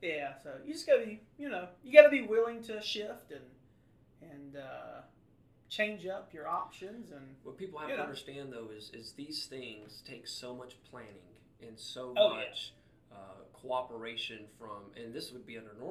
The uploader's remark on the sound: STILL battling audio issues.